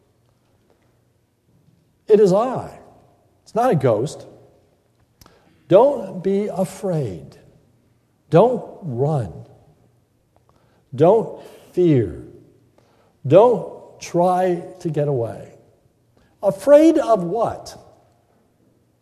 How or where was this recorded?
large echoing room